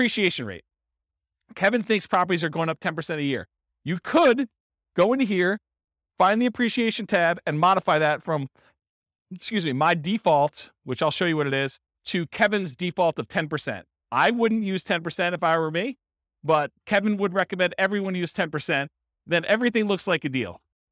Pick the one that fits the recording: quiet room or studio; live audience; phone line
live audience